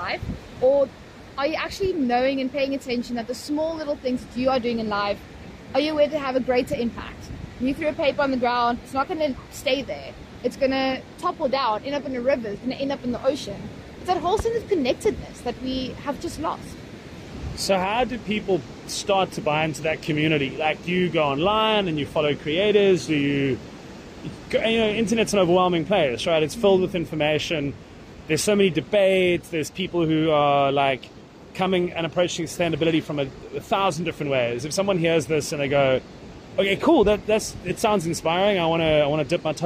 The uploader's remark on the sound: Recorded on the beach after they had completed a beach clean-up together following a dive in Cape Town.